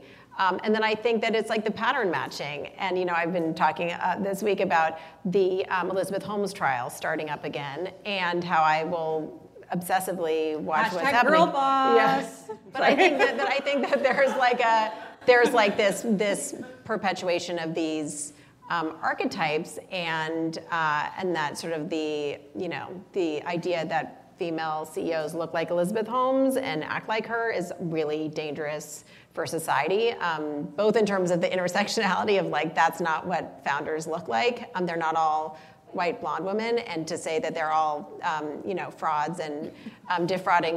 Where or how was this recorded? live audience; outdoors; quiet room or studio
live audience